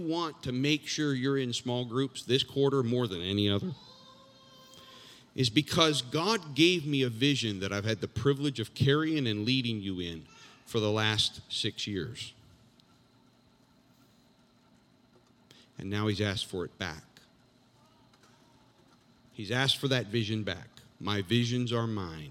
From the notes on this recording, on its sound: This JAT was recorded live on Sunday, October 3rd, 2021 at Newark UPC.